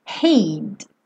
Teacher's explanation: Esse D não aparece, já vai direto pro F